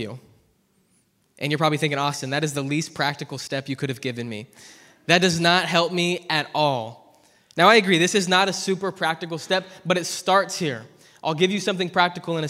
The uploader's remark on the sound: preached at ZEAL Church in Hermiston, Oregon